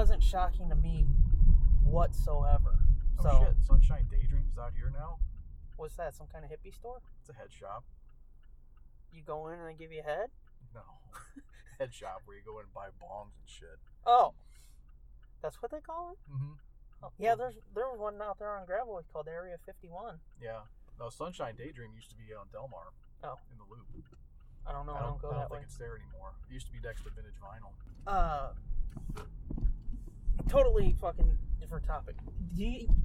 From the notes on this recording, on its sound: Forgive the sound quality as we deliver all of that and so much more in this special road edition of The Nerd Blitz.